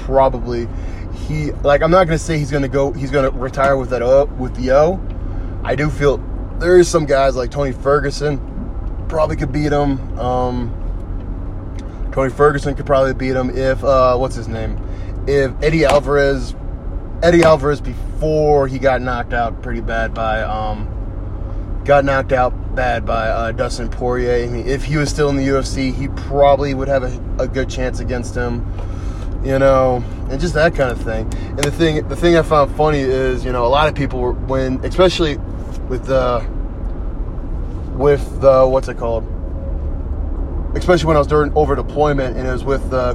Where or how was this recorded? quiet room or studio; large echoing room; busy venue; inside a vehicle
inside a vehicle